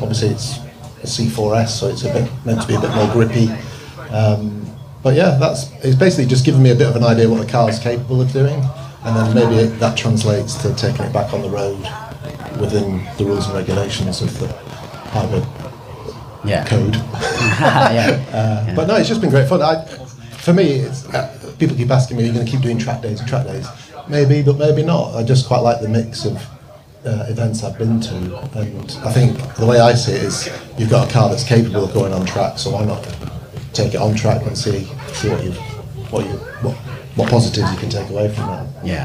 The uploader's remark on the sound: FlatSix show… live from Goodwood!